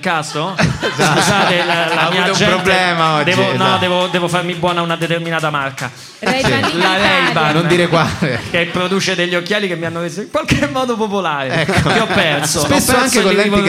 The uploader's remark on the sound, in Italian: direttamente dal vivo al Monk di Roma